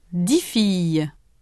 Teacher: In six garçons and dix filles, the word six and dix are followed by a consonant. The letter X does not represent a sound. Six and dix end with a vowel sound.